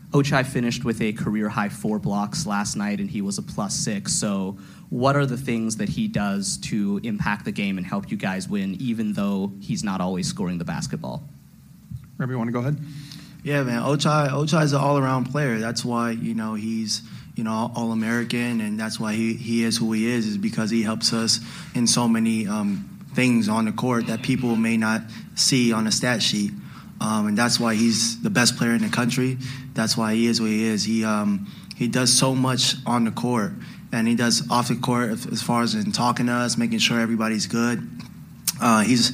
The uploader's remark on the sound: Full press conference audio, all from Chicago, IL.